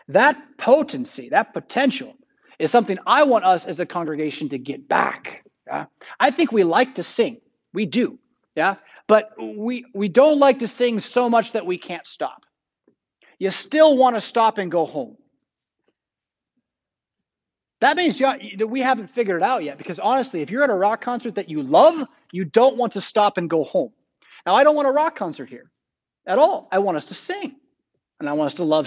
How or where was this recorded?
large echoing room